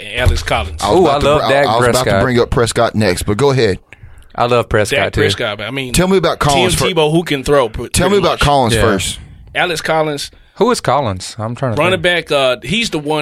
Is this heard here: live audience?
no